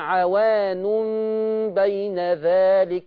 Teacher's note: لما تلاقوا الضمه والثانيه مقلوبه اعرفوا على طول ان الحكم هنا اظهار ما فيش معاه غنه